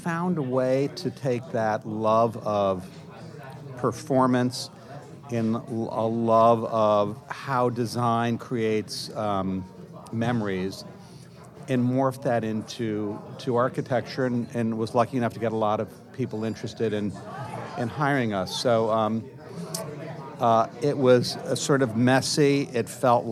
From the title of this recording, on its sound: Live from Orso